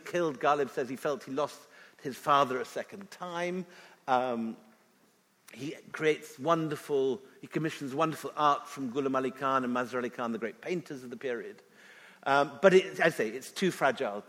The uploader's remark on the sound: This episode is a live session from #JLFBelfast2019.